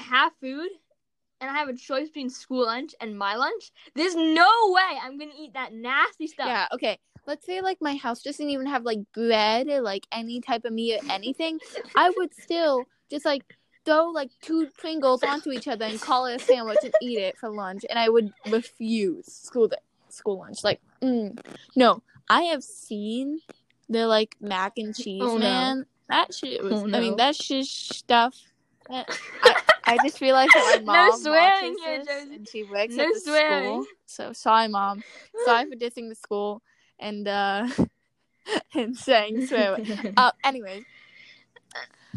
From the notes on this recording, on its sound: The audio got a little messed up